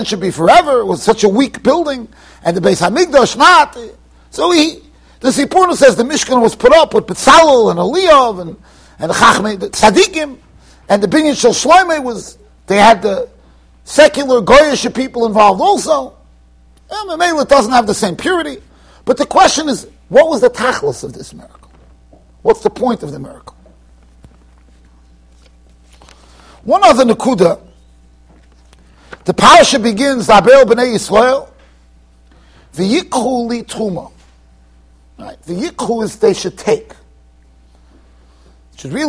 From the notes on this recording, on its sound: Shiur recorded in Yeshivas Ohr Reuven, Monsey NY.